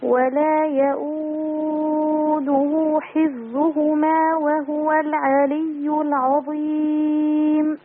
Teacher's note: أظهري همس ورخاوة الفاء حفظهما